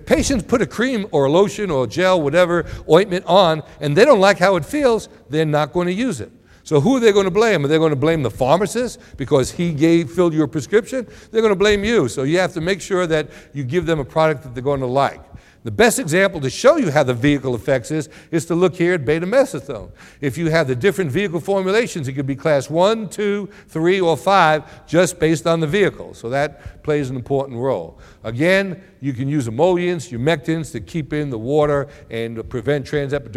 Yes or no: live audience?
yes